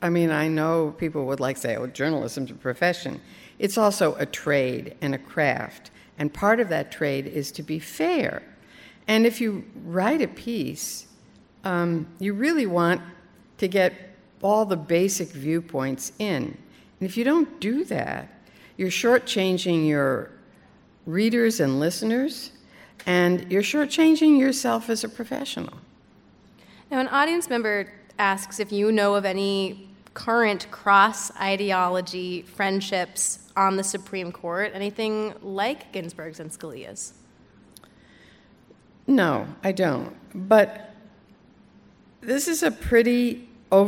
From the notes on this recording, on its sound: Live On Stage.